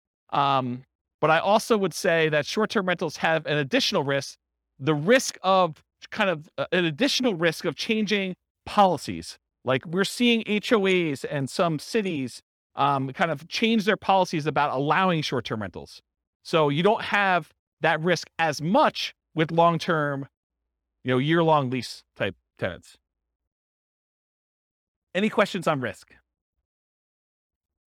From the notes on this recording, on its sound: This was a live class recorded.